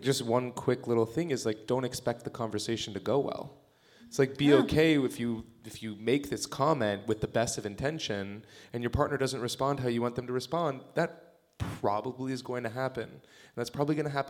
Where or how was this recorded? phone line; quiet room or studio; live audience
live audience